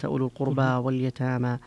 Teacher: القربى فيها الإمالة لحمزة والكسائي وخلف وقللها ورش بخلف عنه وأبو عمرو.